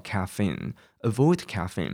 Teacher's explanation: caffeine 它的尾音有一个鼻音的嗯，所以那个 caffeine 的嗯要念出来哦